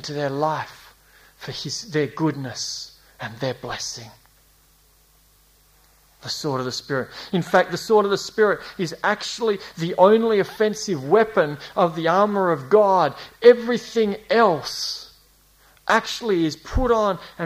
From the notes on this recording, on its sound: A series preached at Esperance Church of Christ across 2019 and 2020